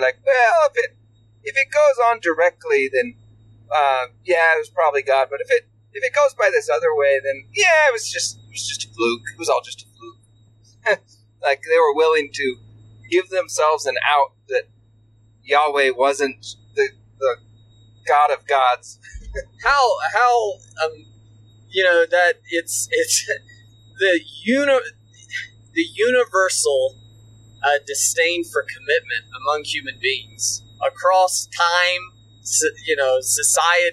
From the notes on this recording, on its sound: I apologize for the poor audio quality of the conversation, I was not able to make a high quality recording. We recorded this while driving across the country.